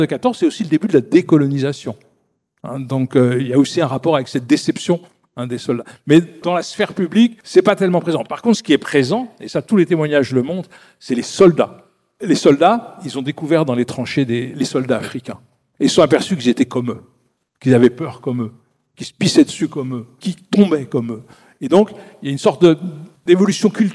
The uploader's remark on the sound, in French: Une table-ronde de France Mémoire issue de l'édition 2023 des Rendez-vous de l'Histoire